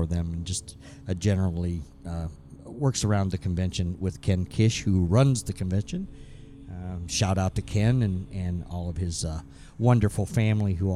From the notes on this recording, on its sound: (Semi) Live from Cinema Wasteland in Strongsville, Ohio. (Semi) Live from Cinema Wasteland in Strongsville, Ohio.